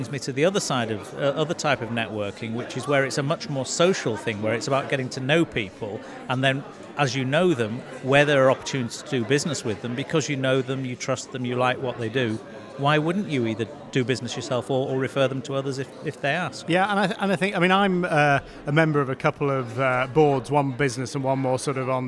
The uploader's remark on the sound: Live from the Glossop Business Expo